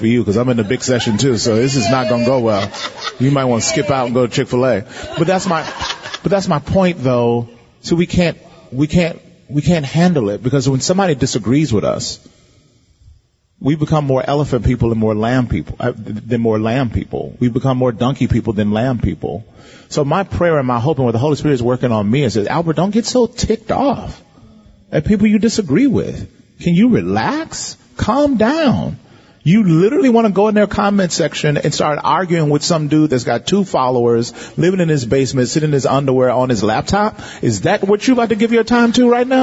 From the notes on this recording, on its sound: Dive into a live Q&A session. This podcast is one of several workshops from Exponential’s Global 2023 Conference in Orlando.